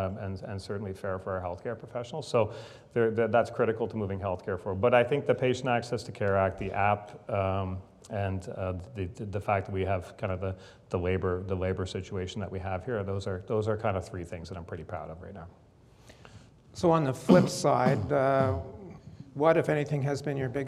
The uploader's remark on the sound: This episode of the Insights Podcast features a conversation recorded live. At the Halifax Chamber's Economic Forum.